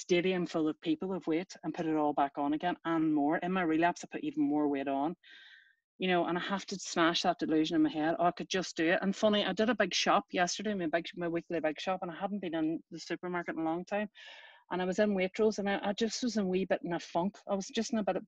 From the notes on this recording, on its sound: Recorded at the 9 Tools of OA Meeting